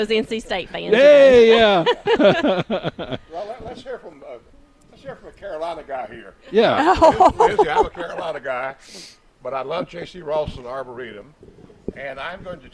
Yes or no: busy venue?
yes